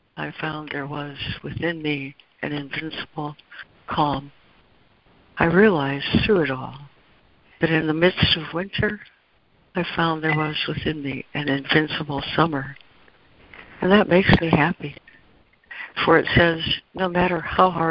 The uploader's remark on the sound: ACIM Daily Conference Call.